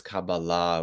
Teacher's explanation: I'll pronounce it as Kabbalah with the stress on the final syllable